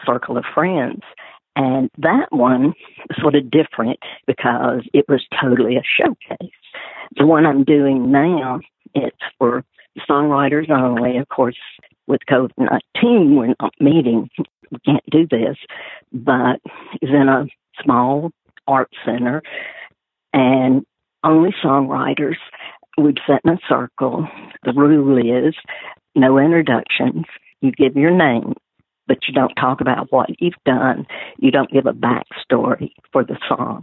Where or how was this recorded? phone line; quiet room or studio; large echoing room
phone line